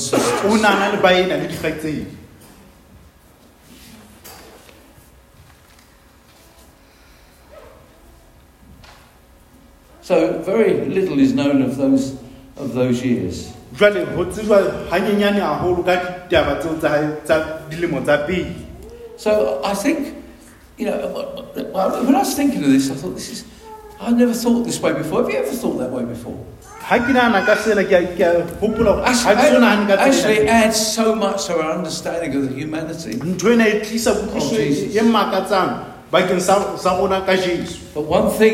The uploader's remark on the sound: Preached at Dihlabeng Church.